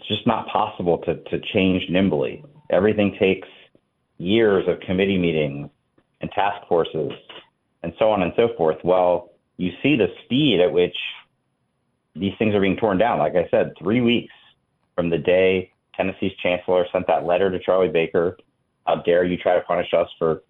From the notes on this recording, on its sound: more of your phone calls.